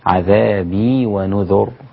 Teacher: أما وهذا هو الأصل، أما ترقيق الراء في نذر فهذا جاء من تحريرات الطيبة، والأقوى والأولى هو تفخيم الراء في نذر، عذابي ونذر هكذا.